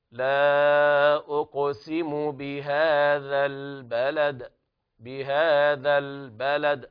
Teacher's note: وبيان القلقلة عند الوقف على الدال